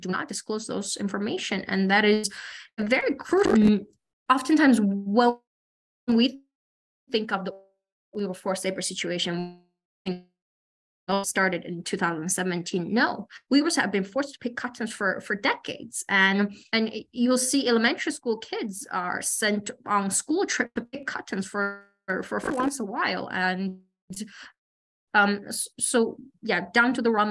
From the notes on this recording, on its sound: Recording from online webinar